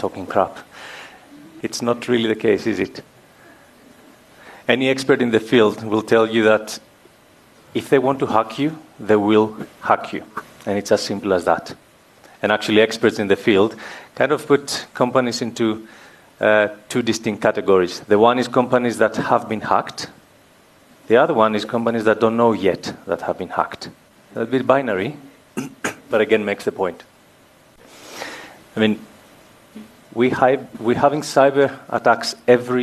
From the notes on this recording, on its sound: Held at Auditorium, 1 Mutual Place, Sandton on 9 October 2019 from 16:30 - 17:30